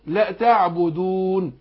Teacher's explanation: الواو ناخد بالنا منها ما تخرجش من الخيشوم